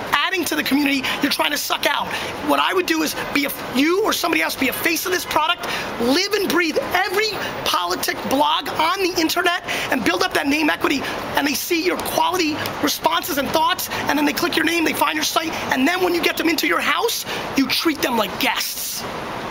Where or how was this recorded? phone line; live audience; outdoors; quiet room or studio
outdoors